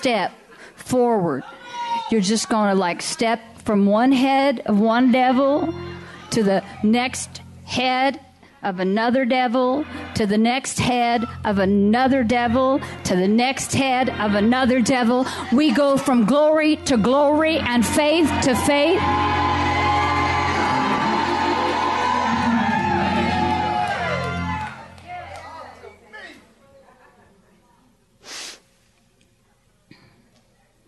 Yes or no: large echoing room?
yes